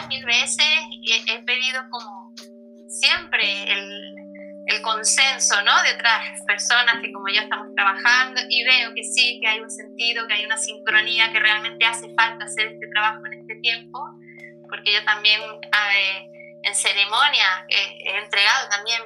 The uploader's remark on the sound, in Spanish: Charla vía Streaming, Instagram Live